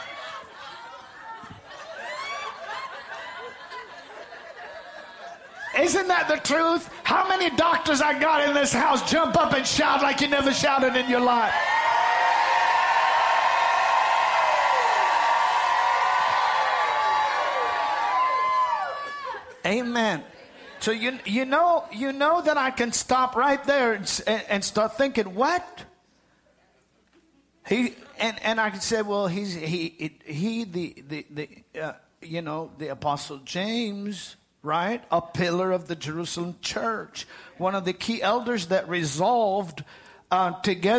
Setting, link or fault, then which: setting, large echoing room